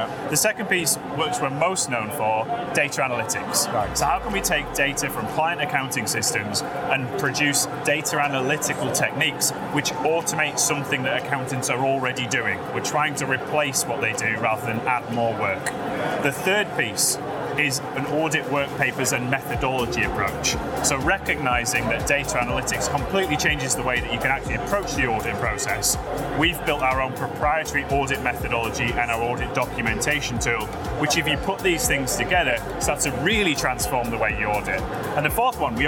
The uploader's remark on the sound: Live from Europe's Biggest Event 'Accountex'. Live interviews from Accountex 2022 in London. AIBN were the official broadcast partners of the event. Enjoy the live buzz of the event!